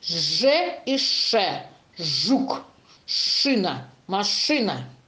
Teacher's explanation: Только при помощи шума. Шипим мы, когда их произносим · Term: шипящими